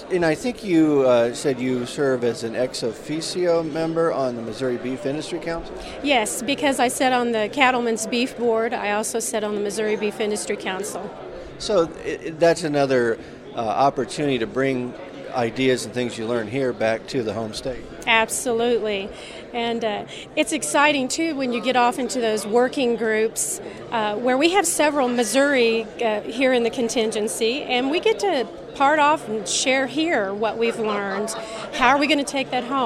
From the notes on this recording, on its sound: This week's Checkoff Chat comes to you from the recent Cattle Industry Summer Conference in Denver.